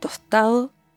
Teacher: Oftentimes, the S is aspirated. That means you'll hear an H sound rather than the typical S sound. So some words like tostado will sound like tostado.